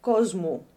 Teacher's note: Yes, it is written with an S, and it's one of those assimilating or changing, anyway, consonants, where before certain other consonants, they will be voiced. Yeah. So in this case, the S becomes a phonetic Z.